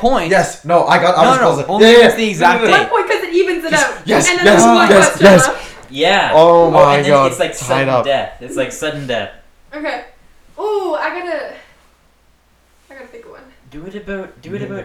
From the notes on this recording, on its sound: the audio kinda sucks on this one, sorry about that.